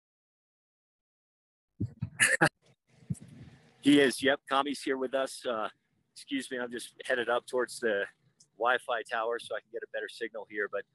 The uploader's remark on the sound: live at EBC